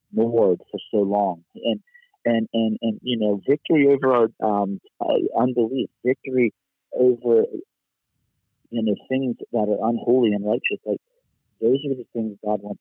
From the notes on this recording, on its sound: Location: Phone. On today show I have back with me on the phone.